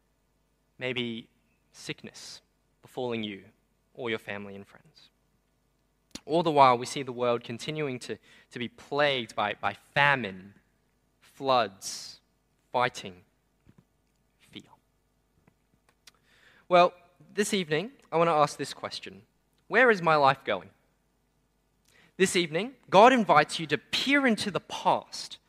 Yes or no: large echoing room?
yes